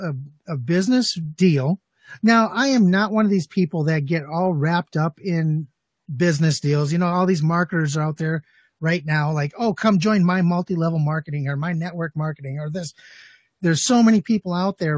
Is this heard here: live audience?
no